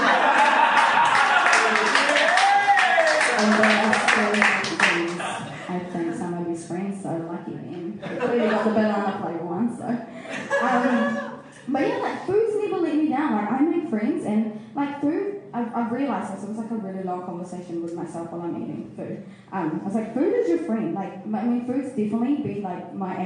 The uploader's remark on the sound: Recorded live at The Basement Theatre November 23rd 2017.